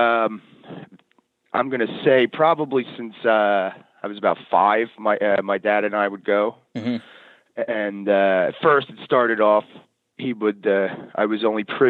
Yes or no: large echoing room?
no